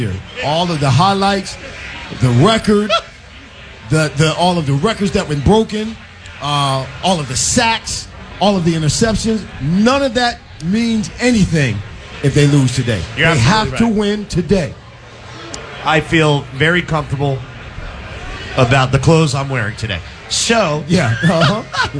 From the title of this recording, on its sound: LIVE from our Giants Playoff Tailgate!